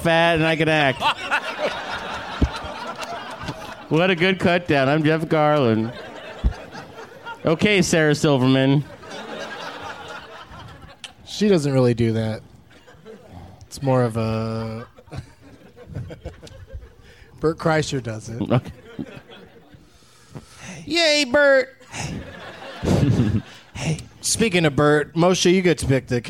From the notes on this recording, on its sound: Live from the Punchline in Sacramento, CA